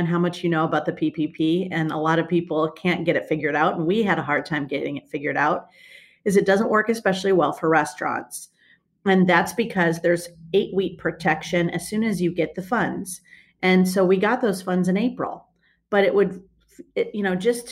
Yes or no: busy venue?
no